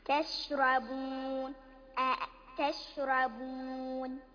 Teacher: تشربون عندنا هنا المد العارض للسكون ومد أربع حركات